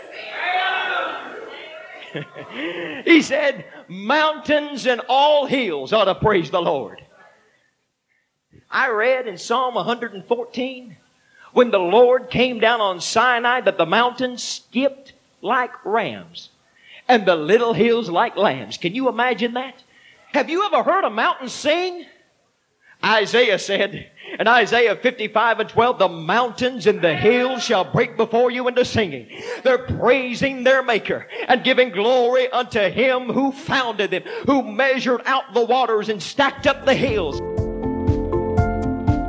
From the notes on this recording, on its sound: This sermon was preached at the Mississippi Church of God Winter Camp Meeting 03/30/1989